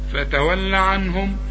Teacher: الهاء من حروف الإظهار، فما تغنش عنهم